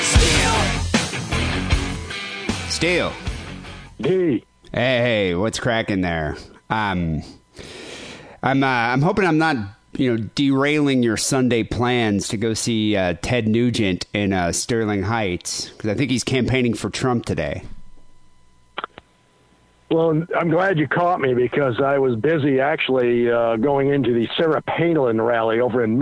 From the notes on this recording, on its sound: Phone Calls.